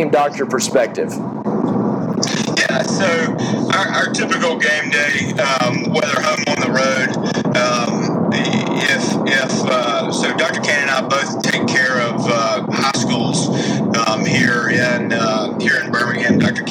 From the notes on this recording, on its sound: NOTE*: poor sound quality and background noise due to recording on the interstate.